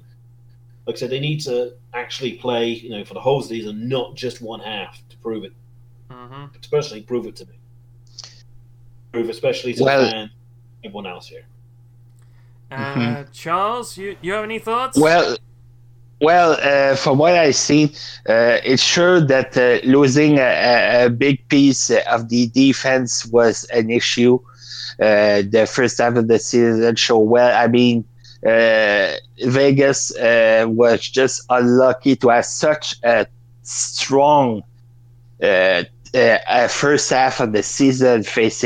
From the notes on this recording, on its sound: struggle through a technical difficultly laden show